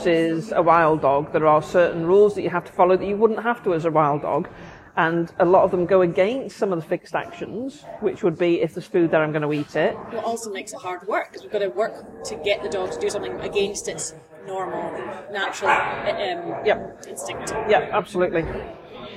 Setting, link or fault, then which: fault, background noise